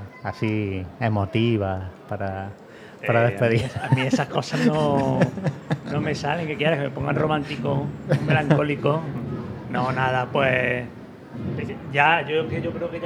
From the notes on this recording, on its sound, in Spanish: Retransmisión en directo del Domingo de Resurrección en Jaén en el año 2023. Hermandad del Resucitado.